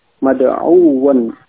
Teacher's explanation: dalam membaca sedikit ada penekanan ya ketika wawu tasydid